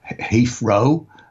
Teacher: you'll hear some people who will say Heathrow with an F for the TH · Term: replacement of TH by F